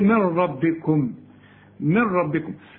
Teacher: العلماء بيسموه إدغام كامل بدون غنة، وأنا بريحك بقول لك إلغي النون من النطق عند الوصل، قل لي من ربكم، من ربكم، اشبك لي الميم مع الراء.